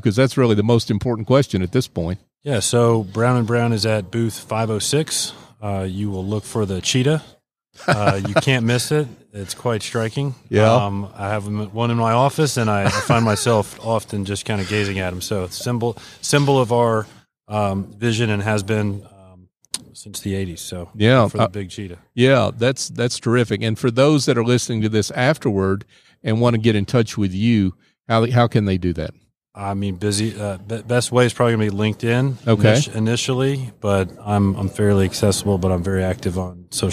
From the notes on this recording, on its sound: LIVE from SOAHR 2023. North Fulton Business Radio.